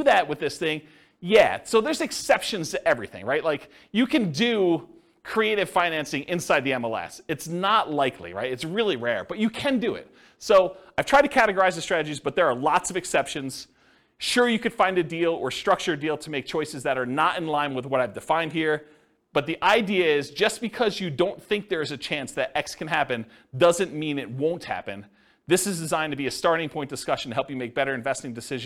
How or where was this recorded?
live audience